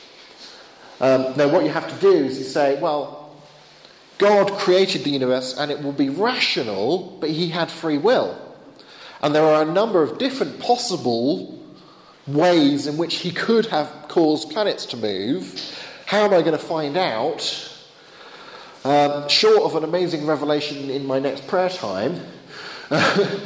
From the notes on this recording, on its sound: Bulgarian apologetics conference.